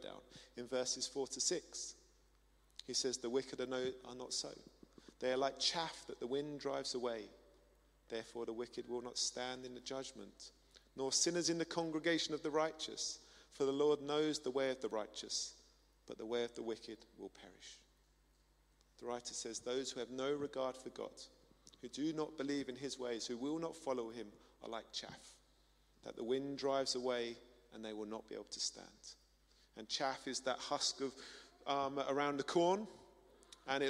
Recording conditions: large echoing room